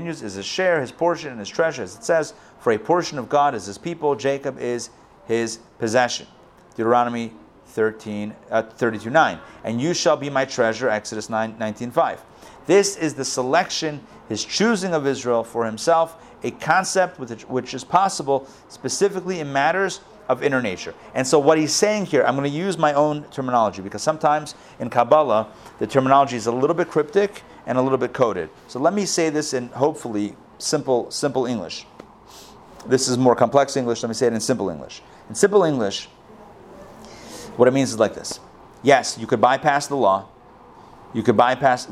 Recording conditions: live audience